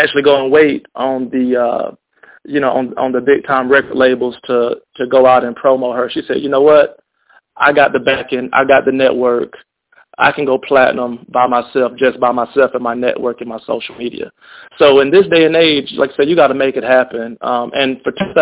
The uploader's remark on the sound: On today’s cast we have two extraordinary guests on the line.